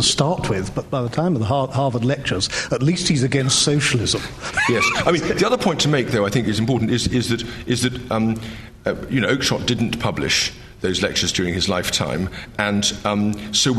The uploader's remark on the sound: LSE Lecture.